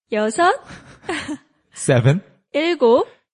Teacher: Not that I am not young, but when you say 다섯, 여섯, there's the last consonant there, 다섯, 여섯. So, a lot of people oftentimes just drop the last consonant when they say 다섯, 여섯